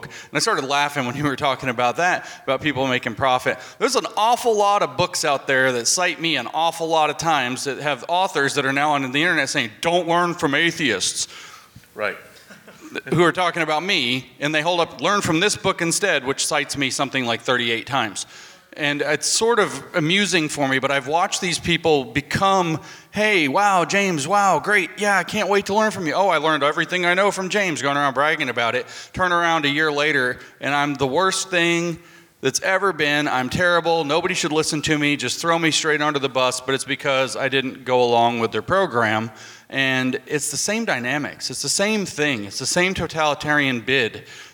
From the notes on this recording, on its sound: At the "With Liberty and Justice for All" conference in Clearwater, FL, a thought-provoking panel took place.